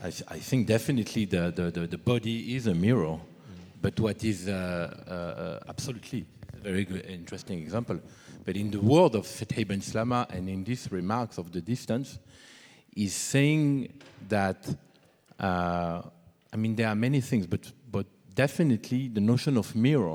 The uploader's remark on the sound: Lecture performance, dialogues, talk. In the oldest and largest anatomy lecture hall at Berlin’s Charité.